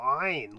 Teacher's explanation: Iraq begins with what's called an Ayn, which is like a kind of guttural sound back in your throat